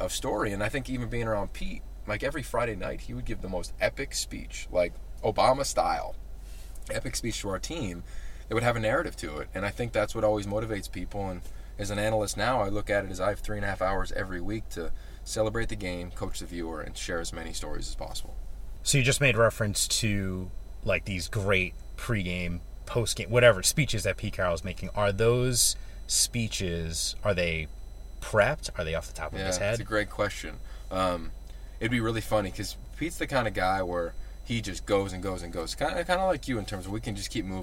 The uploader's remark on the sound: What do you get when 2 friends are on a road trip hopping from campus to campus doing college football shows? A podcast recorded in a car.